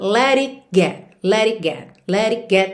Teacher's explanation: do it pro get acontece uma coisa bem interessante, que é você omitir mesmo o T e nem fazer o contato da língua com o sal da boca.